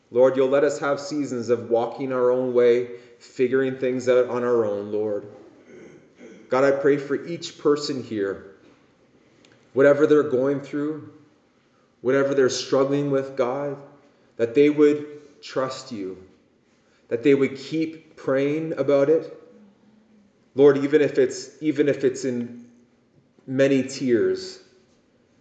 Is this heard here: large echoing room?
yes